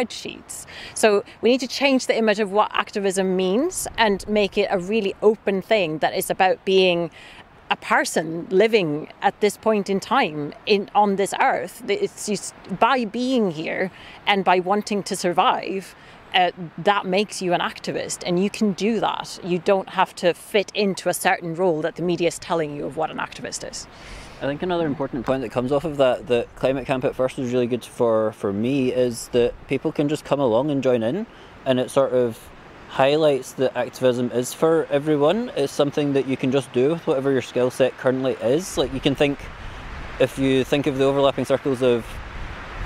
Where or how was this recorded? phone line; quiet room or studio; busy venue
busy venue